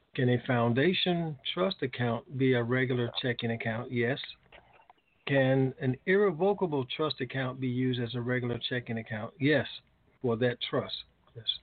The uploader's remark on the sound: TNTSuperfantastic Conference Call